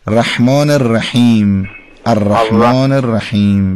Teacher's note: یه مقداری واضح‌تر، چون ح باید گرفته باشه دیگه، با صدای گرفته باید محی جیمی رو ادا بکنیم، یعنی مخرج حرف ها جوری هستش که حالت گرفتگی و فشردگی ایجاد میکنه در لحظه تلفظش · Term: حرف ح